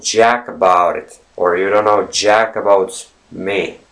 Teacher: as if you're trying to say something in between T and D, and there's a little bit of R mixed in as well